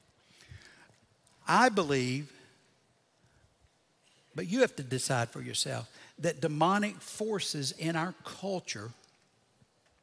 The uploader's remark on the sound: Recorded Live at Brookwood Church on 06.04.2023.